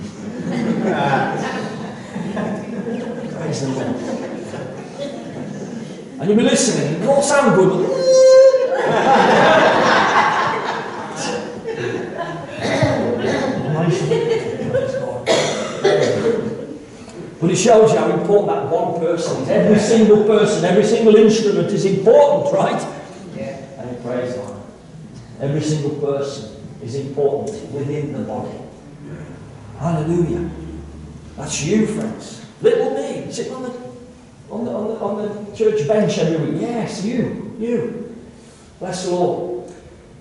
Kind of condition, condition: fault, poor sound quality